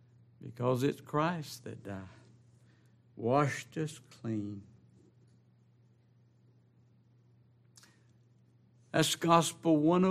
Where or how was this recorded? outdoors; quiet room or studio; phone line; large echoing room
large echoing room